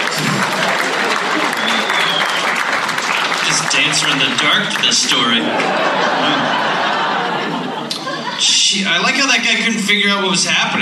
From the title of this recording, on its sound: Live in Minneapolis